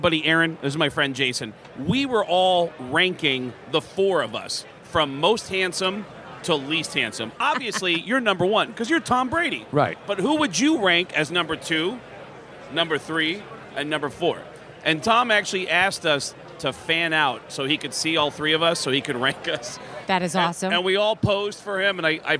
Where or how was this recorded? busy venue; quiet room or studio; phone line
busy venue